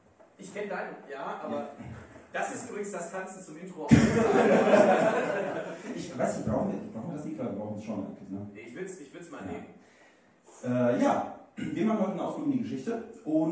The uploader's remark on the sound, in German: Live in Lüdenscheid. In der Räumlichkeiten der Bar "Frieda's" in Lüdenscheid aufgezeichnet werden konnte.